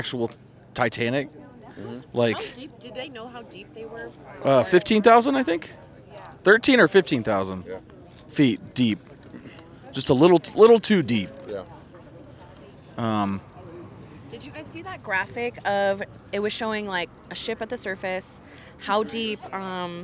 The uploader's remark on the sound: Scaredycast spent the day at Midsommar Night's Scream Part 2! An event hosted by Spooky Shops at Main Stage in Cottonwood, AZ featuring spooky vendors, live music, and more!